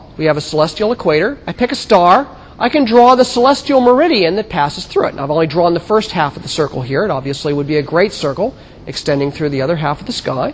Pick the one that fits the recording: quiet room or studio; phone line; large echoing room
large echoing room